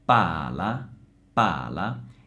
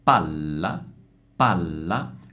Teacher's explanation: Quando io pronuncio pala, pala, la vocale A ha una durata maggiore e io do enfasi alla pala.